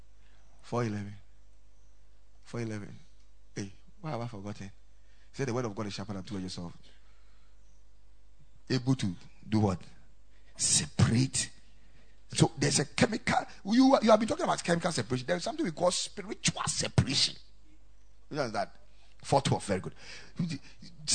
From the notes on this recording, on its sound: Preached at the Ekklesia Chapel.